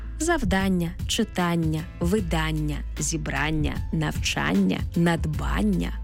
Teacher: Іменники, які утворилися від дієслів та закінчуються на «ання», здебільшого мають наголошений звук «а». Завдання, читання, видання, зібрання, навчання, надбання, обрання, пізнання, послання, також прислівник «зрання».